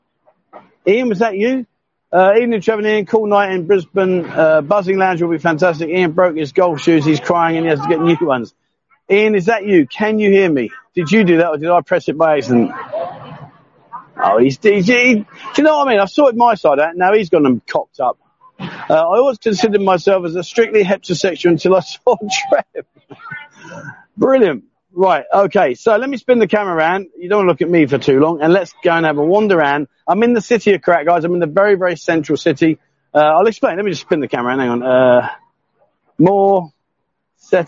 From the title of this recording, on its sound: LIVE walkabout but not in Pattaya